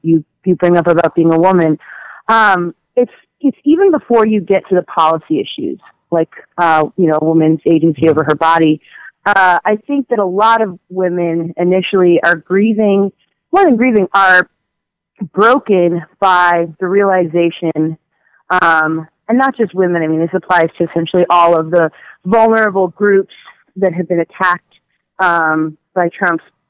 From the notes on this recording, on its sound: A post-election call-in show. A special celebrity caller.